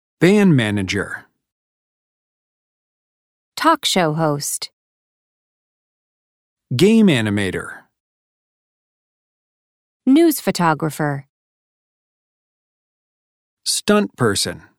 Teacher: Notice how the first word in a compound noun usually receives greater stress. · Term: stress in compound nouns